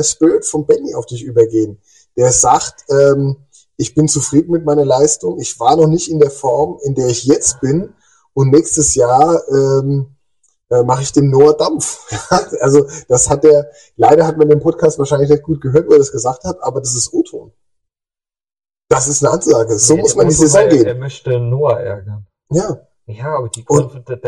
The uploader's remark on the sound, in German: leider kein grandioser Ton